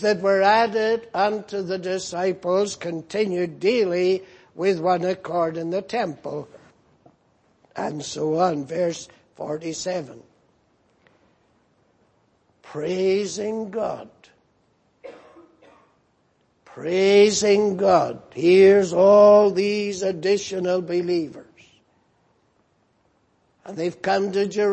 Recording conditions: large echoing room